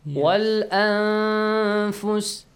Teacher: Nun sakin plus fa. Fa is from the rest of the letters, yes? وَالْأَنفُسِ hide the sound of noon. · Term: ikhfa